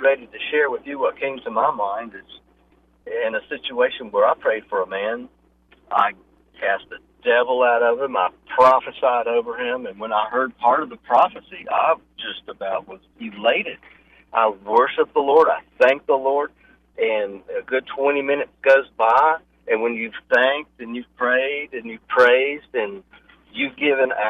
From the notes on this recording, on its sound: The phone lines were wide open this week